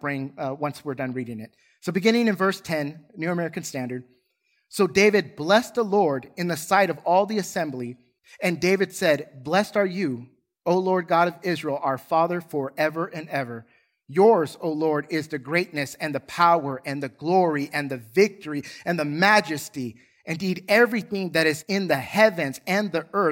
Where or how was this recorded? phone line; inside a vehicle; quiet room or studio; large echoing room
large echoing room